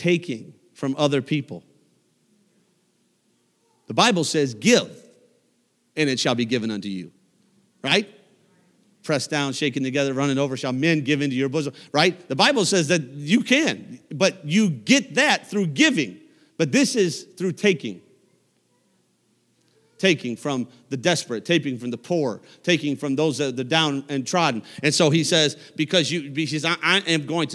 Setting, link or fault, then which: setting, large echoing room